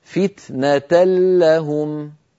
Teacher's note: تحولت النون بجزئيها إلى لام وأدغمنا اللام في اللام فصار النطق بلام مشددة